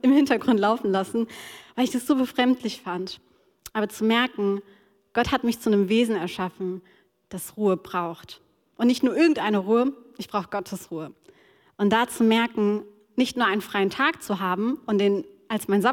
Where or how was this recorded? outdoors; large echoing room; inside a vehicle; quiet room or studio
large echoing room